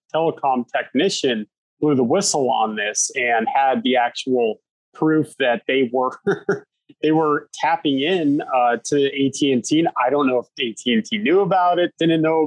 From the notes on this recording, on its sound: sits down over Zoom